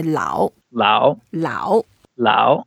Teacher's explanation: it's the third tone, so we go down first and go up.